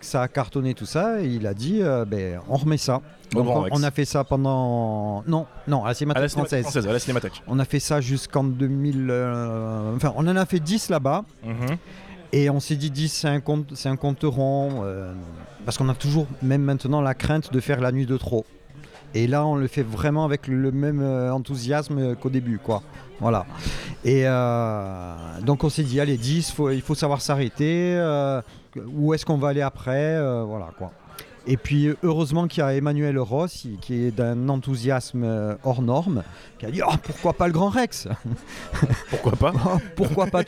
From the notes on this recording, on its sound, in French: Ce podcast a été enregistré dans les conditions du direct autour d'un café, le son est donc vraiment pas ouf. Voyez ça comme de l'ASMR préparation de cappuccino.